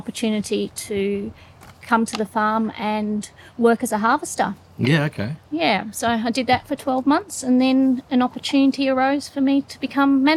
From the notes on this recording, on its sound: Smack bang in the middle of the farm, we sat down and recorded